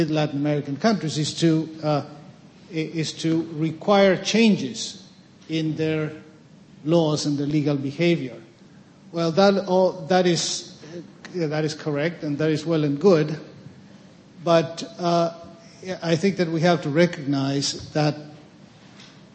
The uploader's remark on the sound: The Federalist Society presented this panel at Part 1 of the 2007 U.